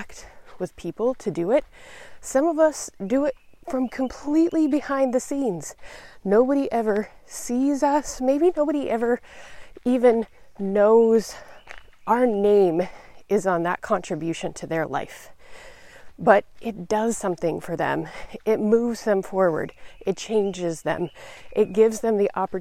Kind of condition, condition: setting, outdoors